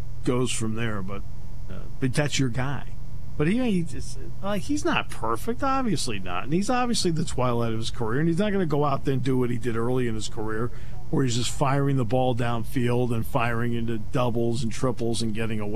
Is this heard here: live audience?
no